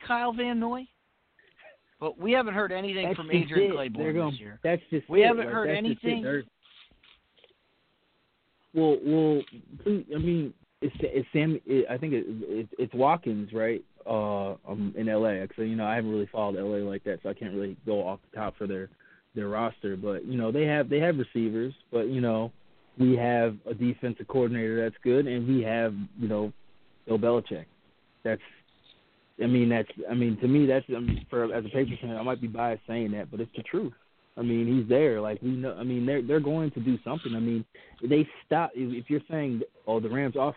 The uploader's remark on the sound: live phone calls